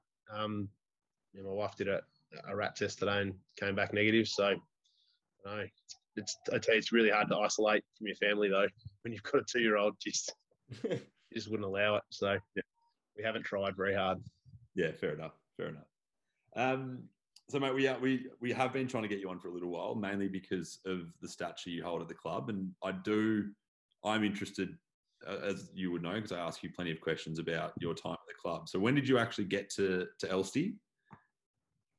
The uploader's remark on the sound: A different sort of episode this week as the podcast was forced onto Zoom.